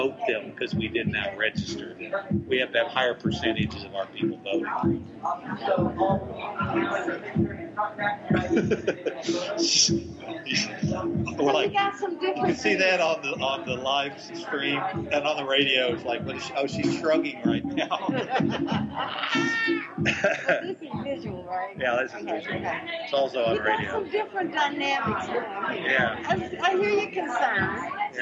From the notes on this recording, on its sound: Live at Tink's Spot Dispensary. It's a little noisy in there.